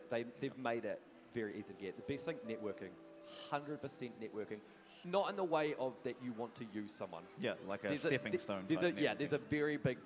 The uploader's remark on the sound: Trip to Wellington Armageddon. On the Omen Stage in front of a LIVE AUDIENCE.